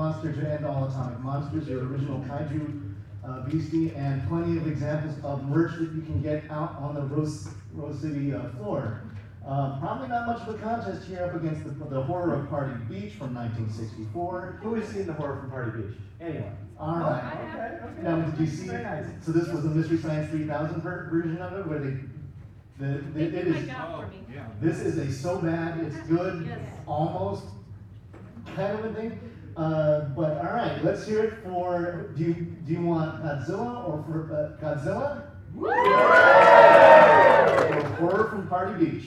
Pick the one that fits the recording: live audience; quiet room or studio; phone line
live audience